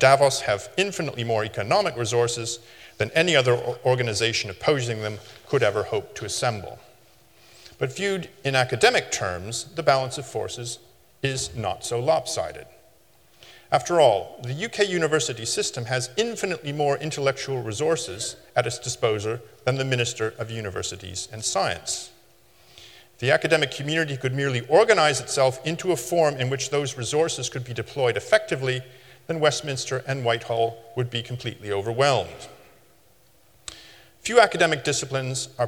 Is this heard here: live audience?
yes